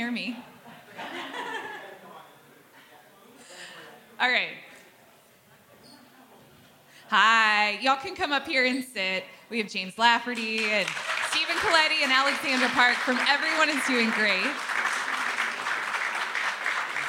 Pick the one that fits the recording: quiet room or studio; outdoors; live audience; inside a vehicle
live audience